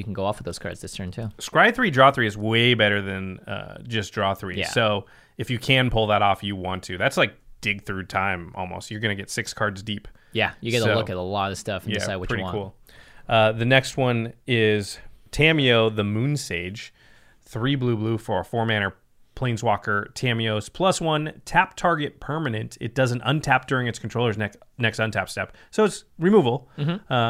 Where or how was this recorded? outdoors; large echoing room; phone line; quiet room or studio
quiet room or studio